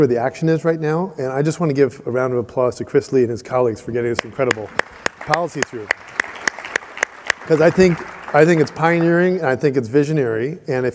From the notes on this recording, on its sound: The best of live interviews from GreenBiz events.